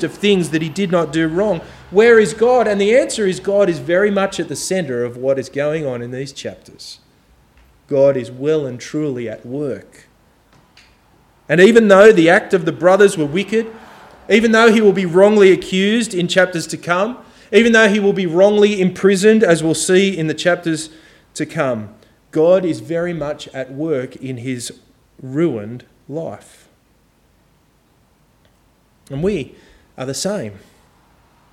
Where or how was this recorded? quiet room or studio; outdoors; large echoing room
large echoing room